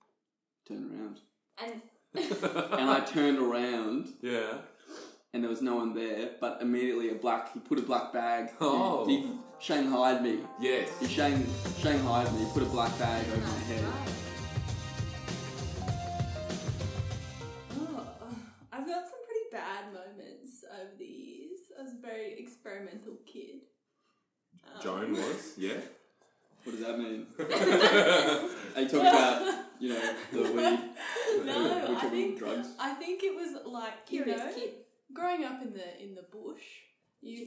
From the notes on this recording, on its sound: Apologise about the echo, were still testing our setup!